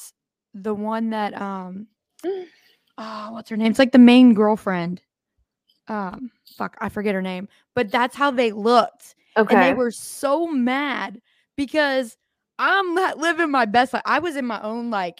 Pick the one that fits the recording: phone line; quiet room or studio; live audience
quiet room or studio